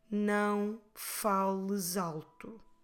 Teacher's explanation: So that S is between the two vowels, so I can pronounce it like a Z sound.